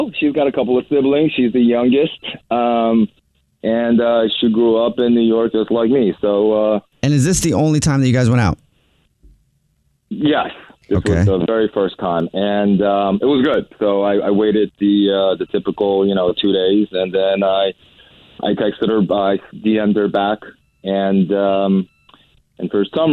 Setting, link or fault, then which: link, phone line